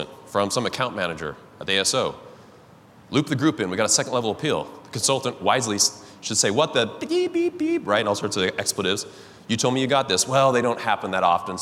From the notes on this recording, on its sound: The audio from this episode is taken from this year's Cypress University event held in Las Vegas.